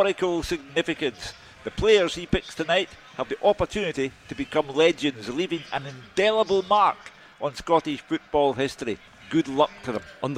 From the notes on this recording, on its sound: live from Scotland HQ at Drygate Brewery